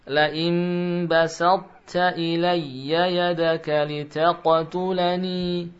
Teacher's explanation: Kemudian kalimat basatta. Basa, ba tipis sin tipis basa. Lalu masuk ke ta mendatangkan sifat tafkhim.